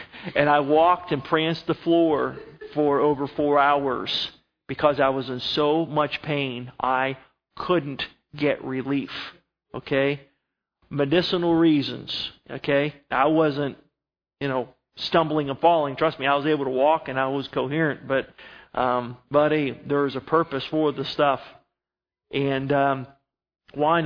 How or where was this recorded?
large echoing room